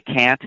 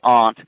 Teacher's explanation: a very specific New England pronunciation of that word, which obviously takes its influence from the British pronunciation of that vowel · Shown in: second take